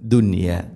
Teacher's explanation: ഇവിടെ സാക്കിന നൂന് ശേഷം യാ വരുമ്പോൾ ശരിക്കും ഇവിടെ ഇദ്ഗാം ബിഗുന്നയാണ് അതേസമയം ദുനിയ എന്നത് ഒറ്റ പദത്തിലാണ് നൂനും യാ ഉള്ളത് അതുകൊണ്ട് അവിടെ ഇദ്ഹാറാണ് ചെയ്യുക വെളിവാക്കി ഉച്ചരിക്കണം മണിക്കരുത്